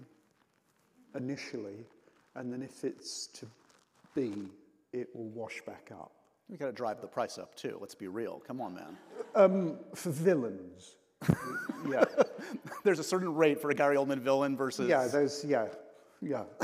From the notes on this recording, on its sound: taped at the 92nd Street Y